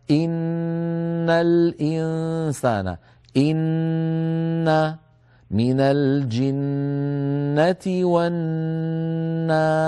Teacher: هذه النون المشددة لها طول أكمل ما يكون بهذا القدر الذي نطقته أمامكم الآن، بهذا القدر الذي نطقته.